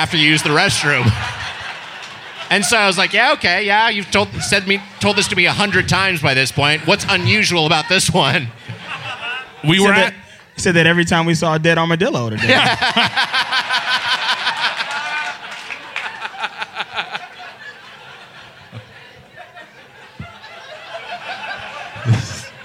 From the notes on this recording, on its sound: Recorded live on April 11th, 2019 at Zanies in Nashville, TN.